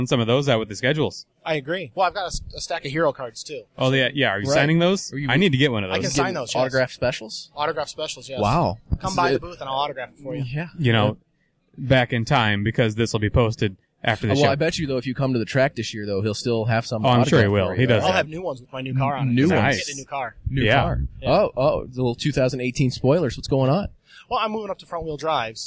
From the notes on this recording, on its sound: On this special edition of the Illiana Stock Car Radio Podcast, the guys record on location from the Chicagoland Racing Memorabilia and Collectibles show that was held at the Will County Fair Grounds in Peotone, IL.